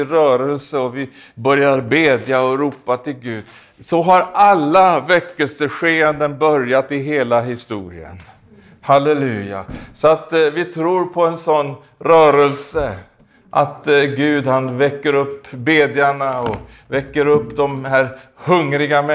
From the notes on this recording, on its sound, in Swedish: i denna predikan från Skultorps pingstkyrka, inspelad i maj 2021